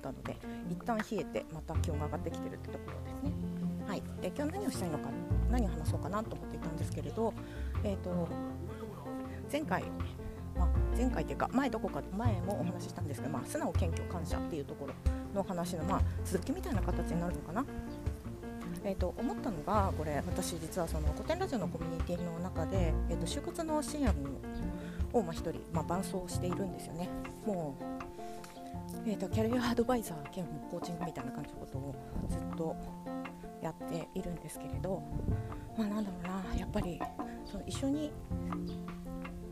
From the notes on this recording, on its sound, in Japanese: 歩きながらの収録。